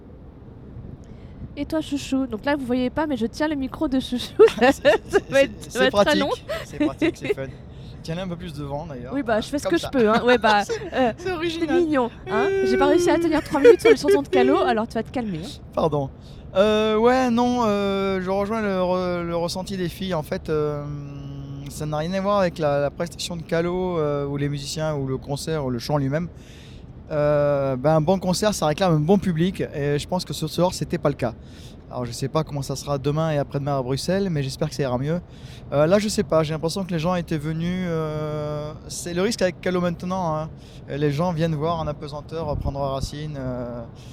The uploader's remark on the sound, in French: Et ça s'est fait dans la voiture lors du trajet retour ! Il y a donc un bruit de fond lié au déplacement du véhicule mais rien de rédhibitoire.